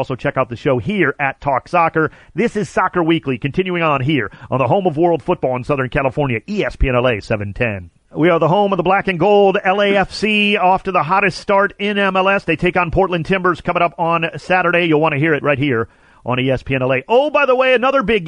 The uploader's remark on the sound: calls